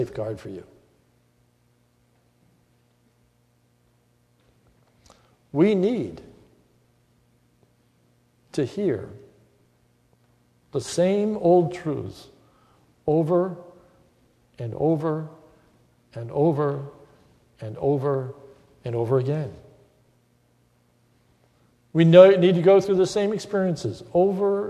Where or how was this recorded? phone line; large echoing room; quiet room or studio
large echoing room